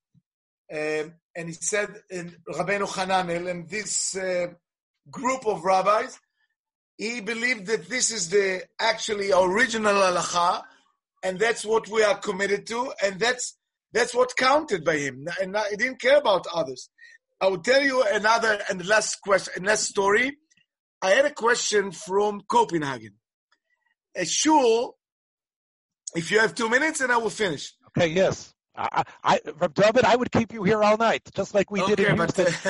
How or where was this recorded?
video call